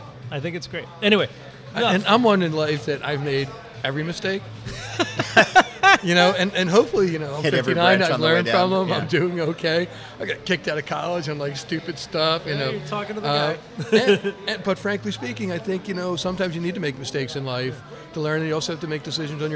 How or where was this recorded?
busy venue